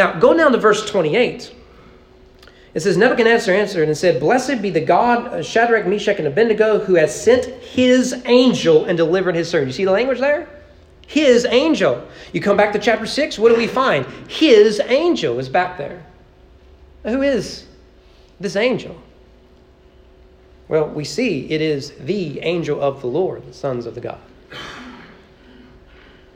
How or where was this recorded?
large echoing room